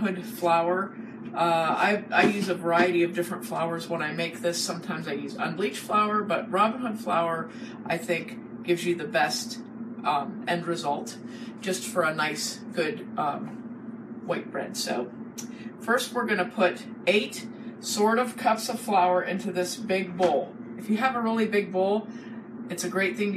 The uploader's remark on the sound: Sorry for the recording quality, we did a Facebook live video so we weren't using our usual microphone.